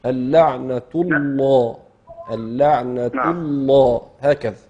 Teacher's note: فخم اسم الله حتى على بعضها كده يا شيخنا، يعني ما تخليش نصها نعم. تفخيم ونصها ترقيق.